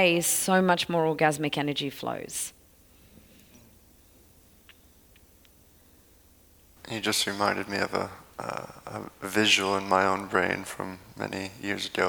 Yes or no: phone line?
no